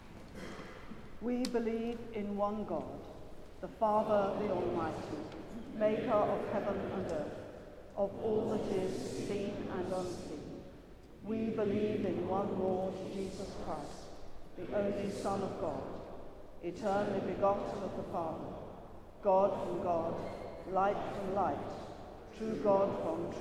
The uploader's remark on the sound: Has been collated from archive live music recordings together with prayers, sermon and readings for the appointed day specially recorded in church and in people's homes. This service is sung by our professional St Bride's Choir.